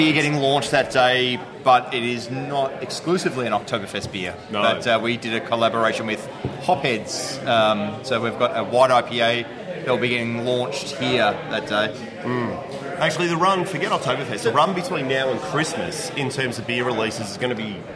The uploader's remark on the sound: Live 150th Episode at Bonehead! Venture down to Kensington's Bonehead brewery with a real live audience. Share their Oktoberfest beers with the crowd.